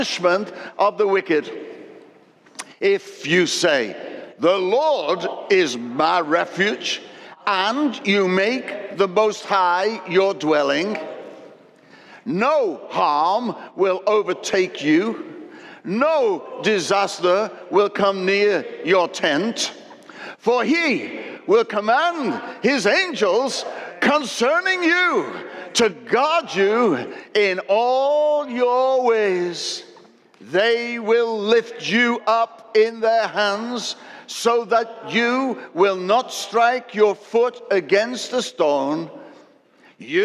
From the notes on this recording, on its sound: Recorded at Destiny Church, UK, WF1 4AF